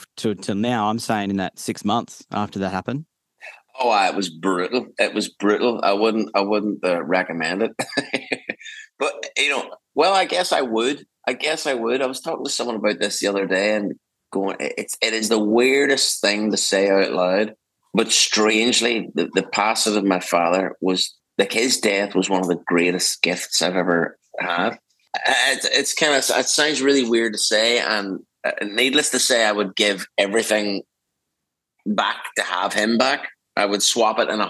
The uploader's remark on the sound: We ZOOM to Ireland this week